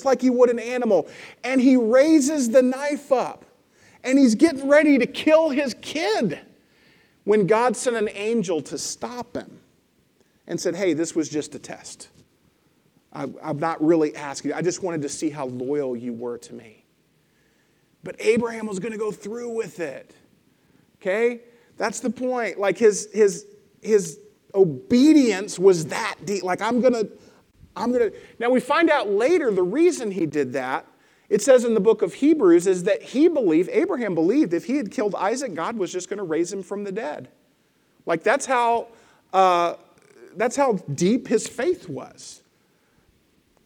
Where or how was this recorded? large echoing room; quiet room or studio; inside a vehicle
large echoing room